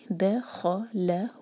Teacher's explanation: وَمَن دَخَلَهُ، اب یہاں پر دال لائٹ ہے، خا ہیوی، دَخَلَهُ، دال ہیوی نہ کریں اور لام کو بھی ہیوی نہ ہونے دیں. دَخَلَهُ، ہو دو حرکہ ہے، ہاں کے اوپر دومہ اور اس کے بعد چھوٹی سی باریک سی جو واو ہے، یہ ہے مد طبعی.